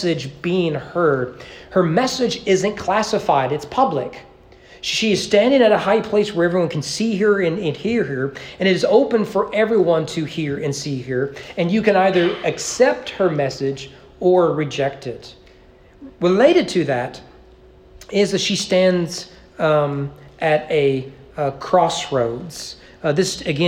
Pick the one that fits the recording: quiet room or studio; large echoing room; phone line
large echoing room